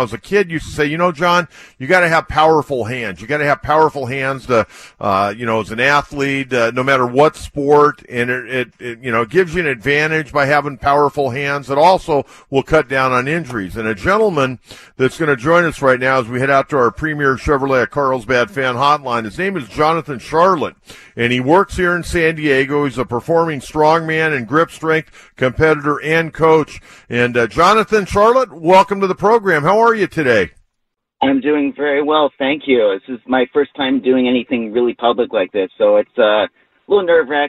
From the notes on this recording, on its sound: Takes more phone calls on the state of the San Diego Padres.